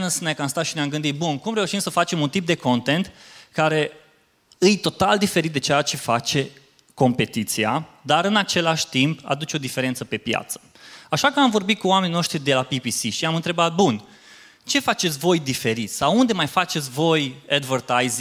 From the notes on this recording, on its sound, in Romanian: Episodul acesta este o înregistrare live de la evenimentul Webstock. Un eveniment dedicat comunității de online, oameni de social media, creatori de conținut și online marketing manageri.